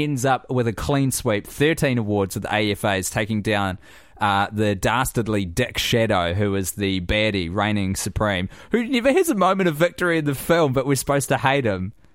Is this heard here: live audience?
no